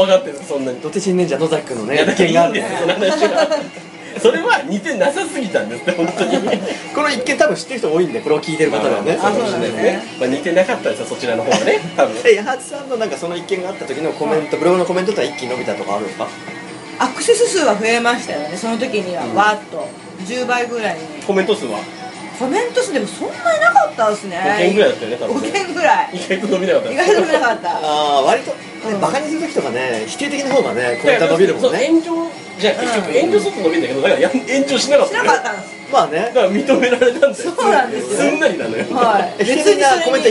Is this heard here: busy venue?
yes